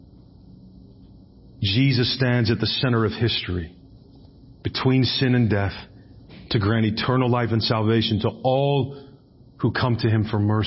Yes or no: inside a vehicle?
no